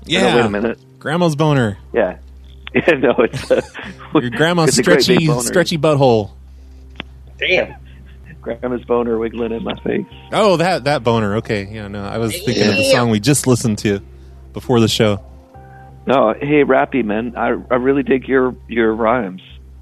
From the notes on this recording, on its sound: In today’s exciting call-in show